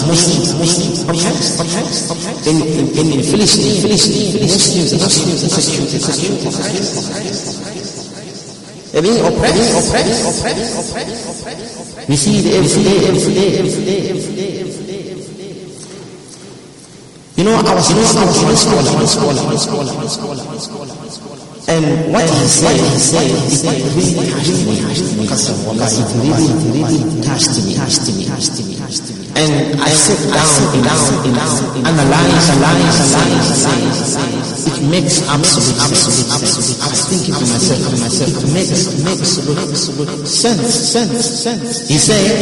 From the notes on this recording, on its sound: Jumuah lecture at Masjidun Nasr